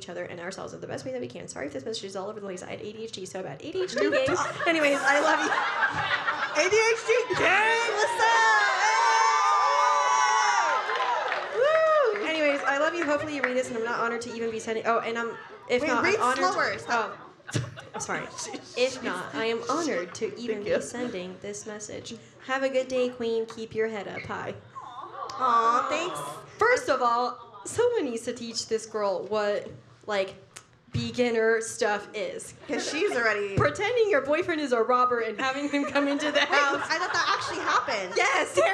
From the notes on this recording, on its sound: NEW YORK LIVE SHOW. NYC LIVE SHOW episode!!